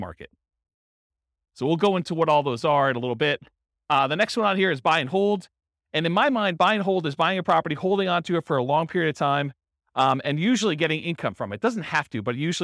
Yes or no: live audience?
yes